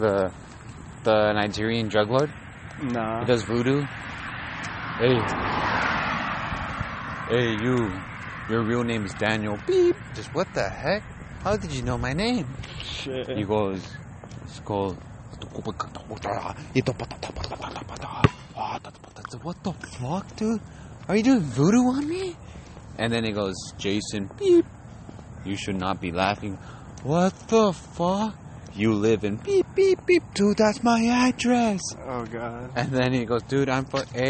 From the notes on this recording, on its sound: Transportation shoots by. Noises all over the place some would think its chaos.